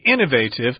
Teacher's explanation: Americans say innovative with the accent on the first syllable there